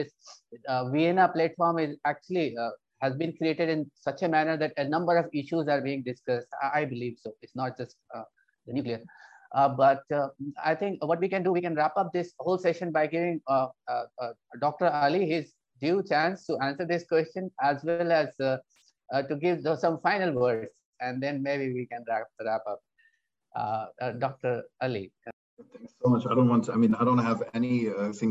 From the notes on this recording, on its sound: This public talk was conducted online via Zoom